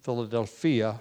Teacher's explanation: the accent in the Greek word is placed on the fourth syllable, Philadelphia, rather than on the third, Philadelphia.